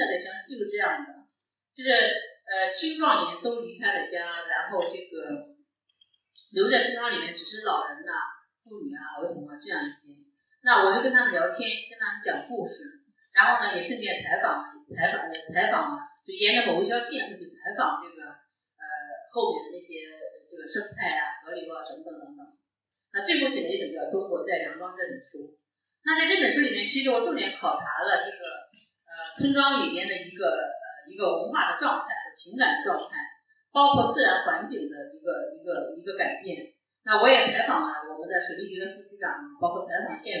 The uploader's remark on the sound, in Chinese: 现场特辑。本次节目属于现场临时录制， 音质较差请谅解。